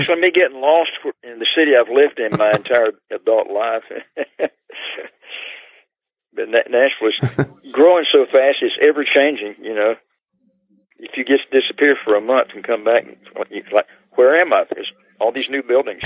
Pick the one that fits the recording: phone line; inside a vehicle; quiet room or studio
phone line